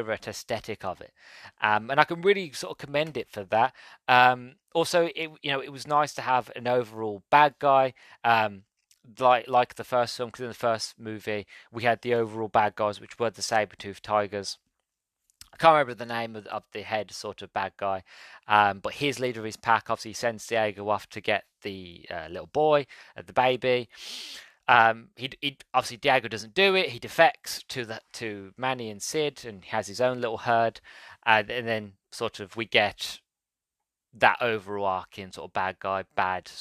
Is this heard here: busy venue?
no